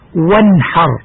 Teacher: نون كلمة وانحر ساكنة قد ظهرت من مخرجها بدون غنة من طرف اللسان وما يحاذيه من لثة الثنيتين العليين · Term: الإظهار